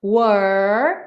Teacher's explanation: O R da língua enrolada